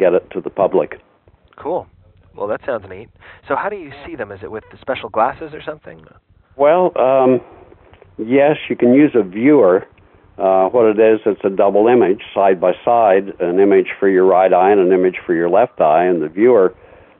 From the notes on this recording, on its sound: Apologies for the phone sound quality.